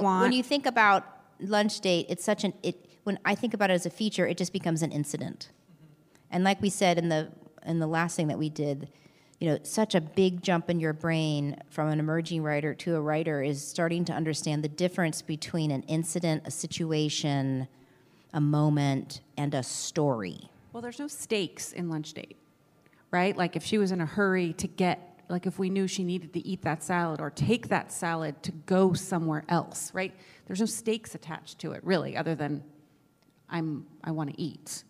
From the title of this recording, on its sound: LIVE From SLO